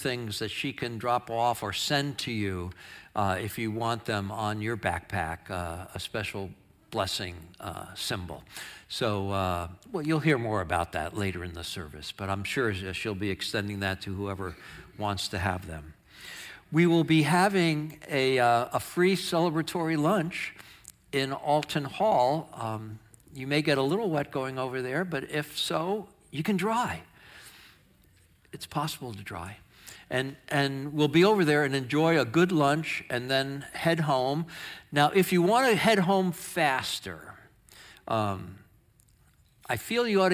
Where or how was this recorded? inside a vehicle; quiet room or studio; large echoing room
large echoing room